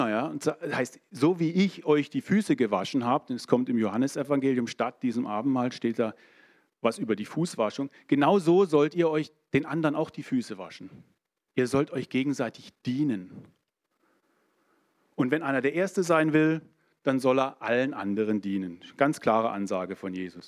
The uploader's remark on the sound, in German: in der Gemeinde Kaleo Schopfheim aufgenommen